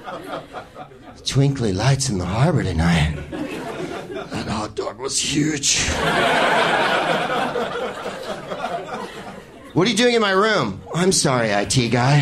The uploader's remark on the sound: Live from The Comedy Bar in Toronto